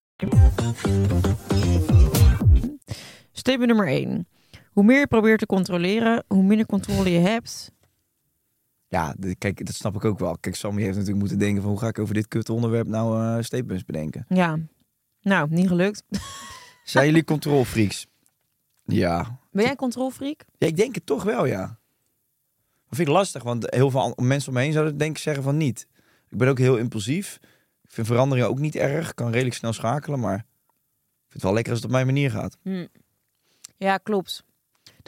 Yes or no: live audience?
no